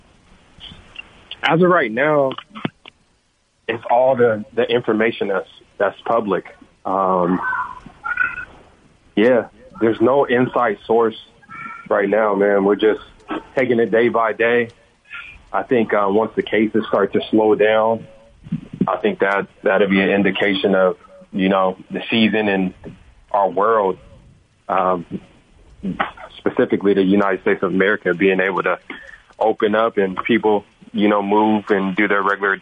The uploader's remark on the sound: called